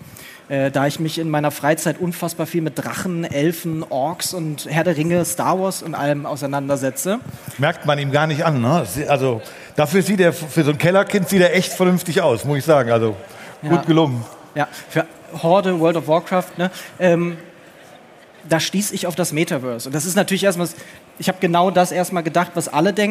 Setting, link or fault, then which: setting, live audience